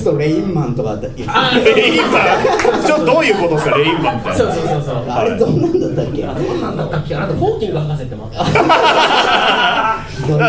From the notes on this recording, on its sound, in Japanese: 渋谷アシパンで行われたブートレグサイエンス外伝での公開収録バージョンでお届けします。